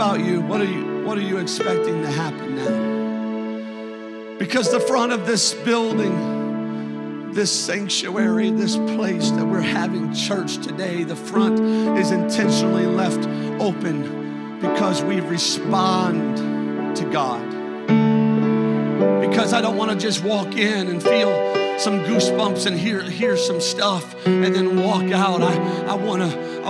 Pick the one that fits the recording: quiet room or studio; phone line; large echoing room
large echoing room